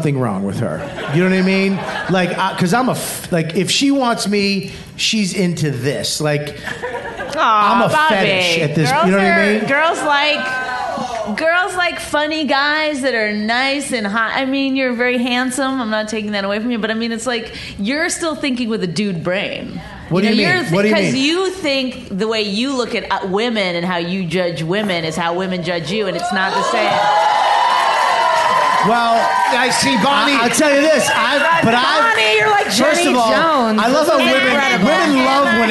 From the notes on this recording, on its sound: Recorded live on March 14, 2017 from the South by Southwest festival in Austin, Tx.